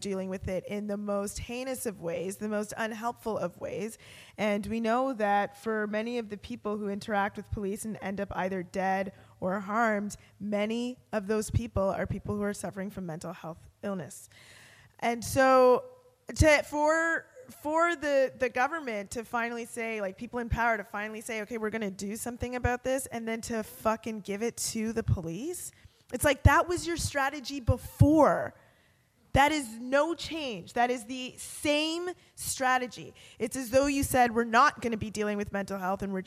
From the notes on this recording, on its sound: live show, hosted by the YWCA in Hamilton